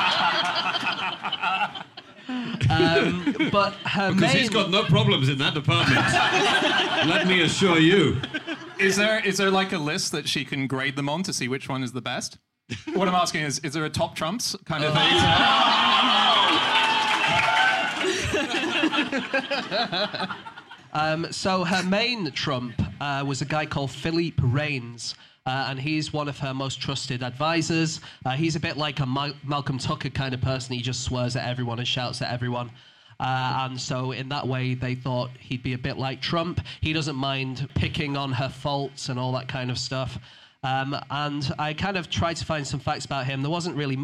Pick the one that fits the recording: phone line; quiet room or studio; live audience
live audience